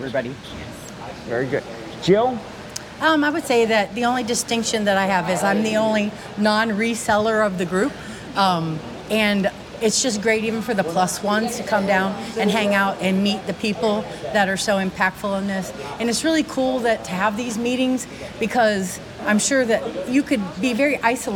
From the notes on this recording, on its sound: Filmed in Front of a Live Studio Audience. Direct from the hotel lobby in Cincinnati OH, we recap an amazing weekend at the Reseller Rally with tons of surprise guests and a live audience.